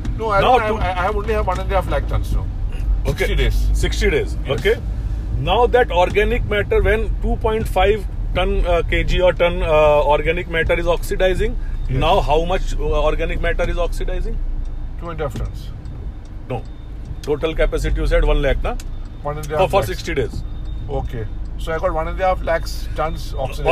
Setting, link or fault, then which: setting, inside a vehicle